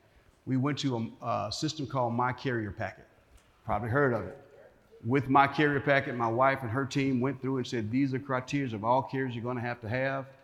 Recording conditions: busy venue